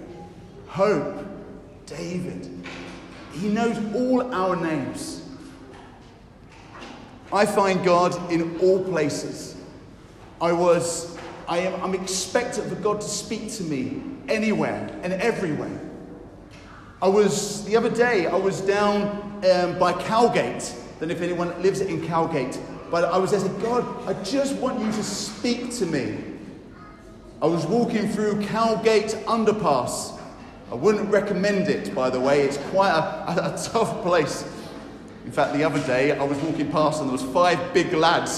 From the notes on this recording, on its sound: I have recorded on Easter Sunday an encouraging talk at Newcastle Holy Cross (Fenham)